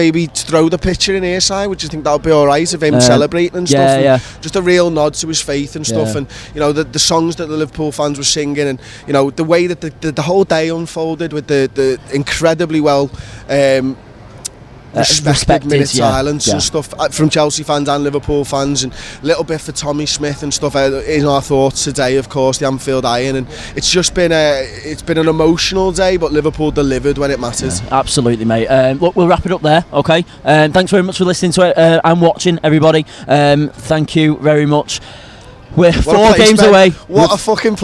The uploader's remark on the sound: The lads are outside Anfield